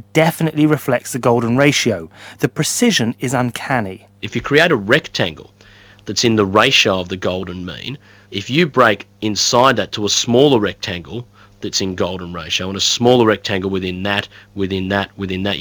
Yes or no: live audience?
no